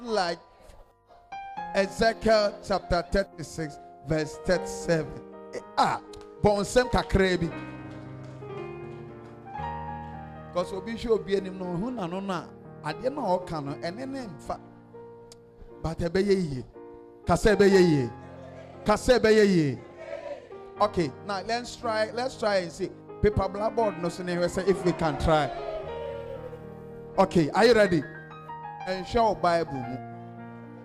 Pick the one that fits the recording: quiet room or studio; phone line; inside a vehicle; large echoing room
large echoing room